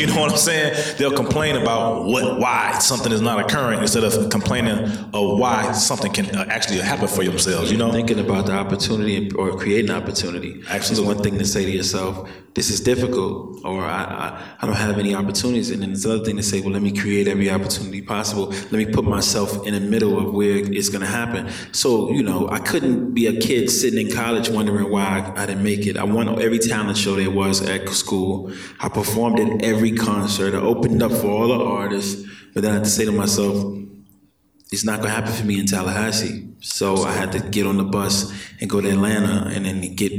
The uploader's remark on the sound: Amplifier is filmed and recorded in front of a live audience at the Radio Milwaukee studios in Milwaukee, Wisconsin.